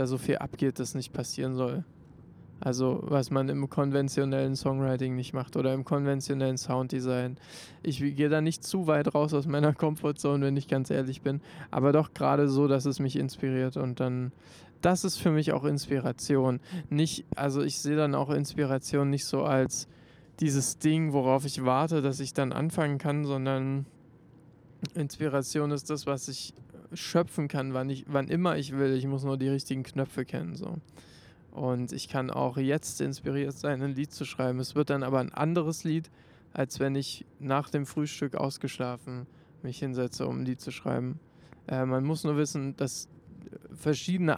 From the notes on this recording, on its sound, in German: 1 Mikro und 1 Auto. Zur Abwechslung wurde alles mit einem Mikrophon recordet, dabei aber trotzdem wie mittlerweile gewohnt nach dem Auftritt und einem langen Tag.